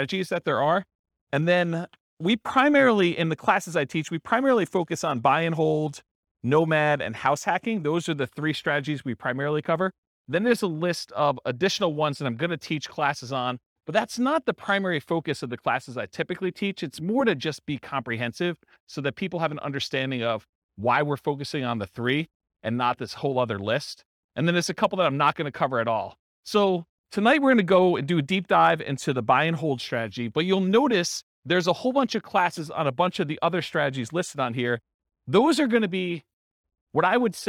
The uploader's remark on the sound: This was a live class recorded.